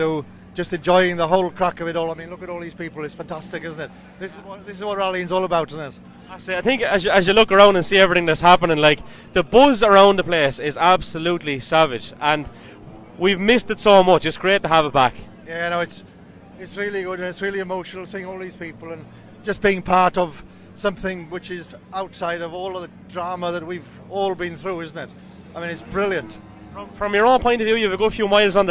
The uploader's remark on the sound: Live from West Cork on Friday evening.